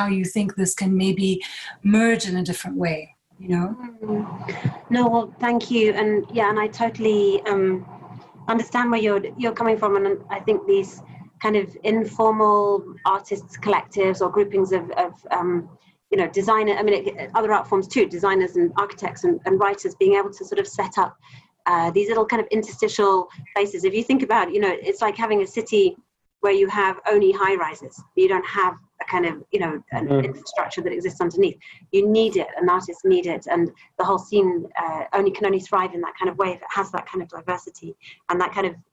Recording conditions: video call